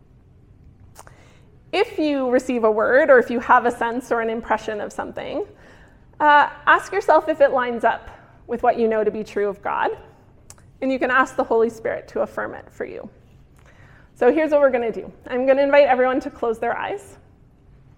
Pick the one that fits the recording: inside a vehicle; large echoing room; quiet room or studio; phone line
large echoing room